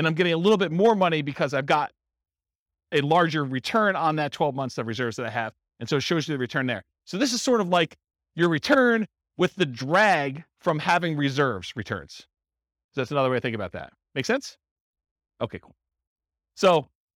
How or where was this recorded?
live audience